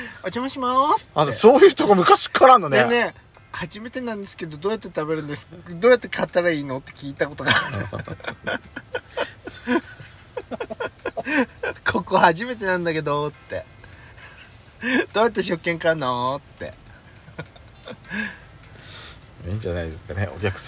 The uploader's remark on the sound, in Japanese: パーキング収録